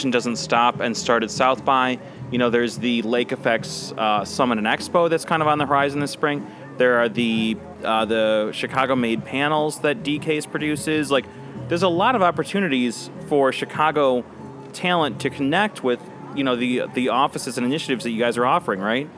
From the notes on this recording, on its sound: Recorded at SXSW 2016 on Monday, March 14th